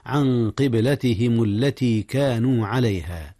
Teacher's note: أخفي النون قبل القاف، والقاف من حروف الإخفاء. قبلتهم، قلقلة الباء في قبلة حيث جاءت ساكنة